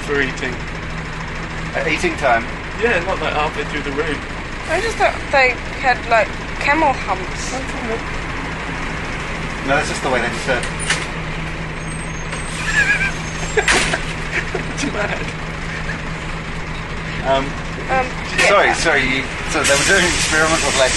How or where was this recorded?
inside a vehicle